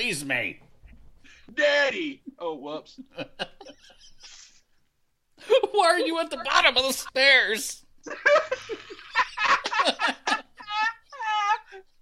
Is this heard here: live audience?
no